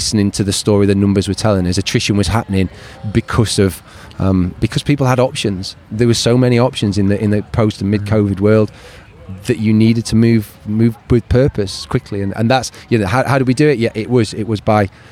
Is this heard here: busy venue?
yes